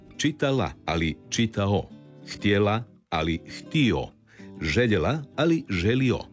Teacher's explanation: Vokalizacija je glasovna promjena u kojoj se suglasnik L na kraju sloga ili riječi zamjenjuje vokalom, otvornikom, samoglasnikom O.